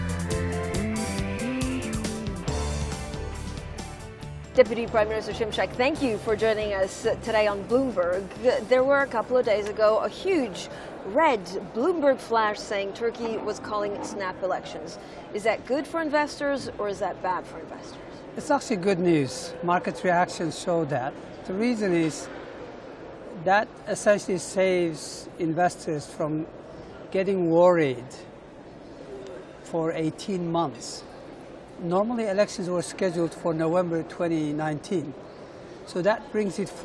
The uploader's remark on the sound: All interviews were broadcast on site at the IMF & World Bank Group Meetings in Washington, D.C.